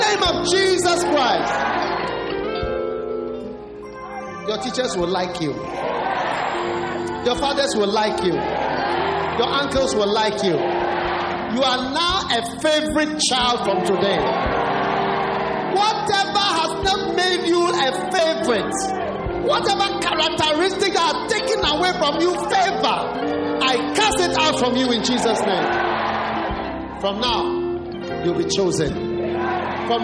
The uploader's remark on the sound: Preached at the First Love Center.